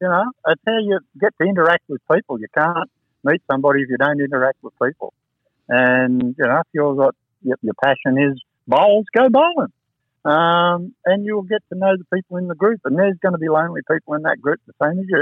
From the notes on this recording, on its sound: This interview was conducted over the phone with limited reception.